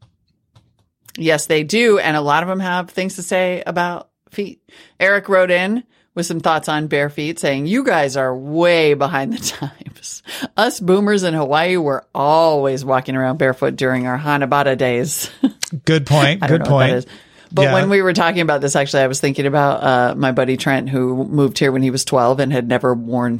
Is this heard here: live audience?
no